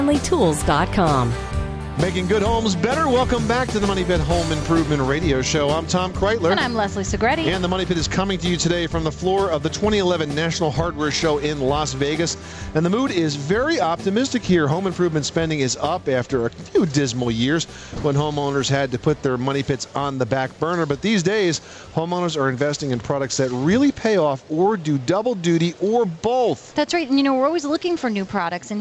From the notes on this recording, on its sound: This is a live broadcast from the National Hardware Show in las Vegas, Nevada.